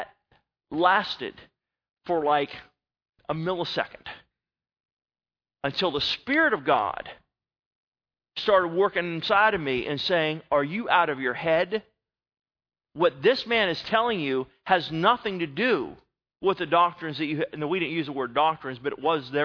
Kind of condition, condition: setting, large echoing room